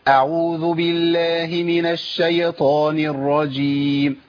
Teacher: الخطا الثاني اللي بيقع فيه بعض اخواننا واخواتنا في كلمه الشيطان وفي الياء الساكنه تحديدا تحريك الياء الساكنه